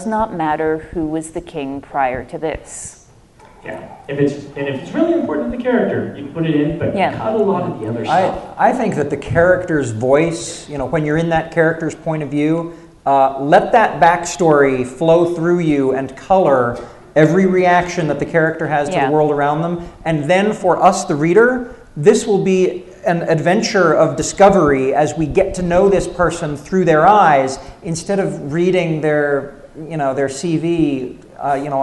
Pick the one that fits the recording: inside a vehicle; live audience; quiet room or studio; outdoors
live audience